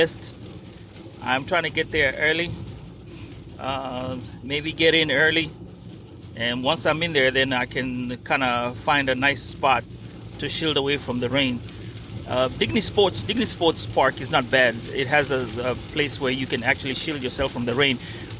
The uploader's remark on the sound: We will also hear conversations and sounds from the stadium.